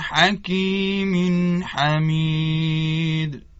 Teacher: تنوین رسیده به حرف حا از حروف حلقیست اظهار می شود